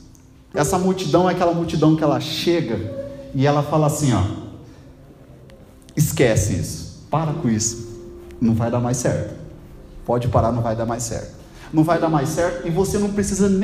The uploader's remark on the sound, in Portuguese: Gravado dia 22/02/2023 na Assembleia de Deus Piraquara(Vila Lúcia)